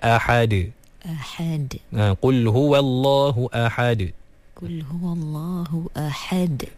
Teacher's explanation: Qalqalah ni kita lantunkan dia daripada makhrajnya sahaja tanpa mengeluarkannya dengan mana-mana baris. Maknanya dia bukan baris atas, dia bukan baris bawah, dia bukan baris depan.